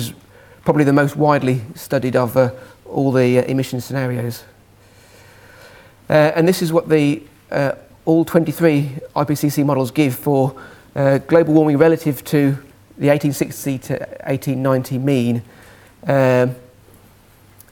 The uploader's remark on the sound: Second presentation from session 1 of the 4degrees International Climate Conference